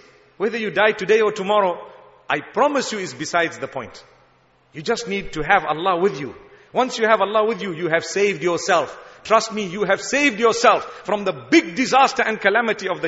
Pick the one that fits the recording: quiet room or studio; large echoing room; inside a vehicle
large echoing room